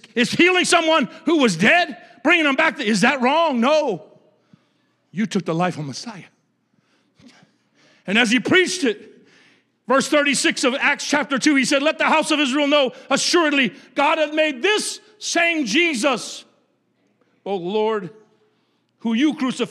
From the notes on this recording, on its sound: a service recording from Connect Point UPC